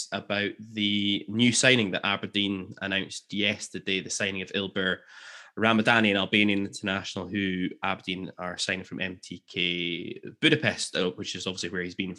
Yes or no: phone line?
no